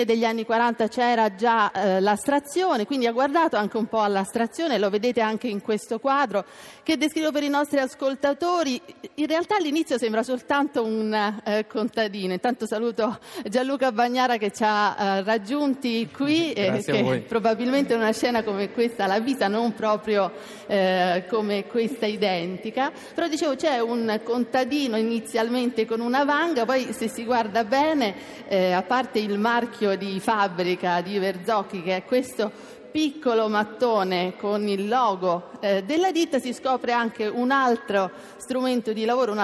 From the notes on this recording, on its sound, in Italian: in diretta da forlì